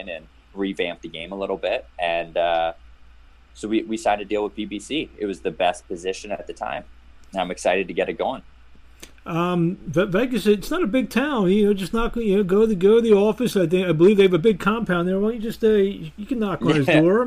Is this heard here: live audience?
no